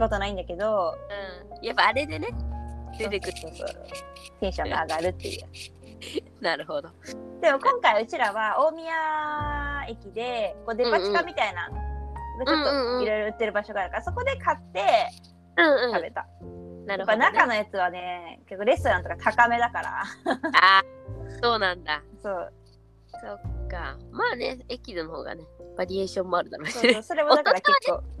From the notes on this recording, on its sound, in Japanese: このラジオはリモートで収録しています。電波が悪い場合、会話がズレることがあります。聞きづらいかと思いますがご了承ください。